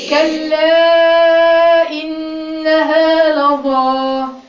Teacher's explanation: ايه غنة لان نون مشددة